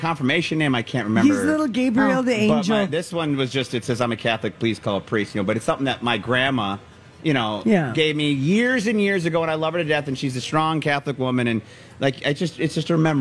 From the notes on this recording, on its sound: LIVE from the Minnesota State Fair.